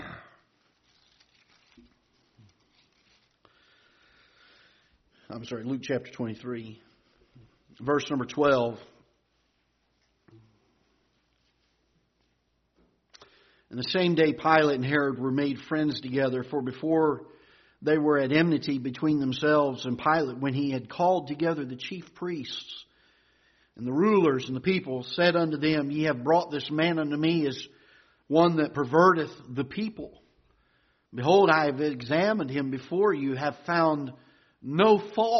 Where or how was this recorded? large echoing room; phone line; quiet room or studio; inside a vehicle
large echoing room